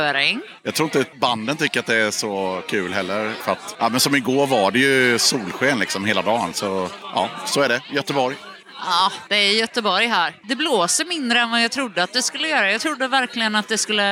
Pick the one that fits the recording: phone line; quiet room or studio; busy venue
busy venue